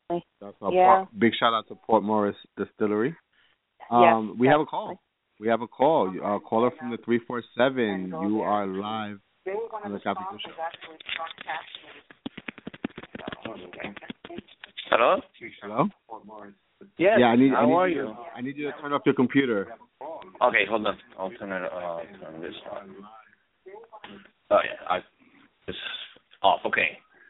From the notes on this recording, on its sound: THIS WILL BE A LIVE CALL IN SHOW